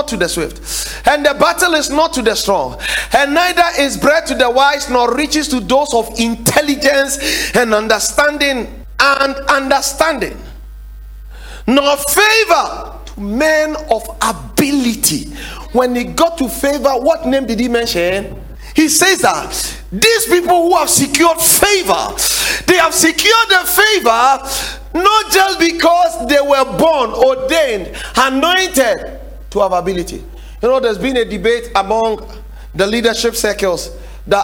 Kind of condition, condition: setting, large echoing room